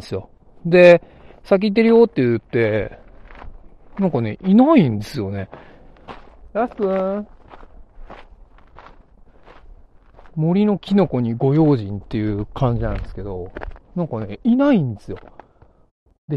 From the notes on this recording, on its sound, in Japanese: 古くからさまざまな噂の絶えない青木ヶ原樹海に行きました。富岳風穴から鳴沢氷穴を結ぶ自然道を歩きながらの現地リポート。